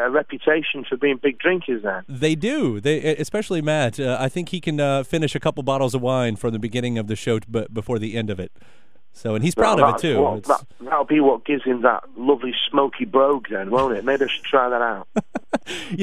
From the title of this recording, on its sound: On the Phone